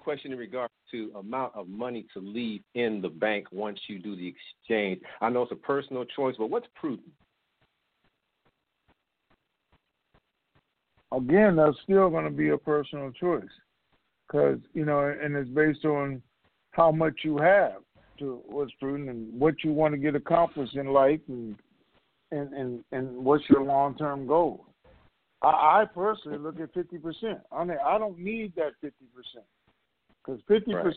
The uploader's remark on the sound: Conference Call